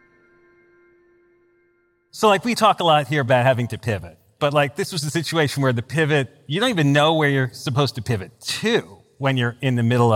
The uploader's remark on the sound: Recorded live on stage at the Masters of Scale Summit in San Francisco.